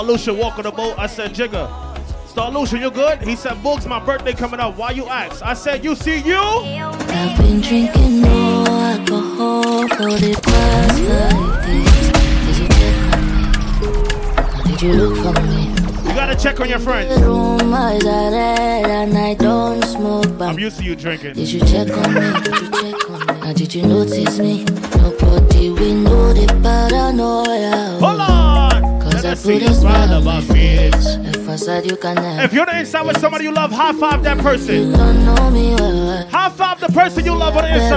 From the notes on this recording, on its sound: Live Audio From "Bloom The Sexiest Day Boatride" 7-9-23